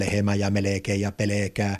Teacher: kyllähän täällä kuuluu nämä välivokaalit. Eli edelleenkin sanotaan, että lehemä ja meleekee ja peleekää.